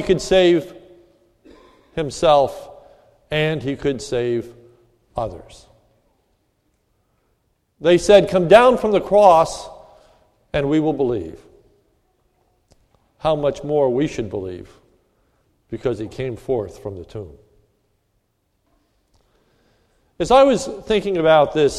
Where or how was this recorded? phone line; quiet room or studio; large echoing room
large echoing room